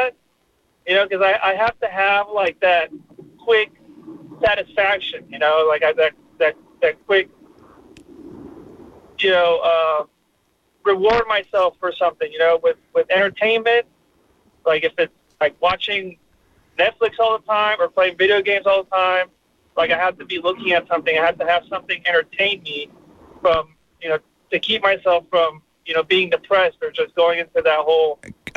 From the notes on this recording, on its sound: we will open up the phone lines